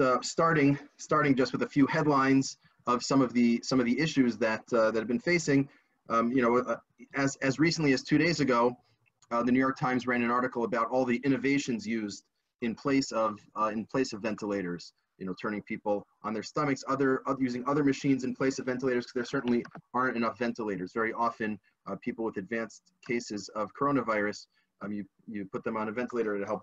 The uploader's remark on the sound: This audio was originally captured from Zoom.